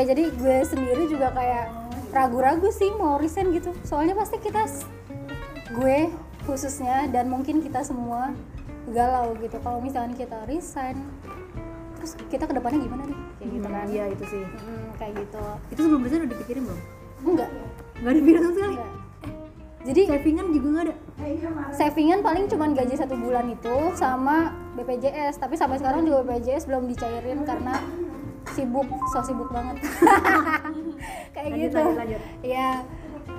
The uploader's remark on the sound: Sorry for the noise. Kita rekaman pas lagi reuni dan hujan deras.